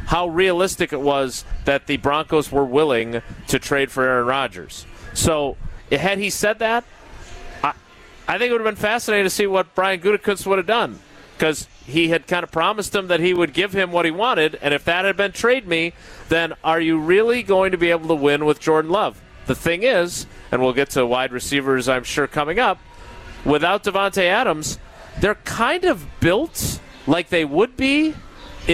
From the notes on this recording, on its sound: live from Summerfest